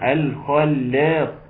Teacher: الخلاق لأن اللام الأولانية ساكنة إنما اللام الثانية مشددة، ولازم يكون في فرق بينهم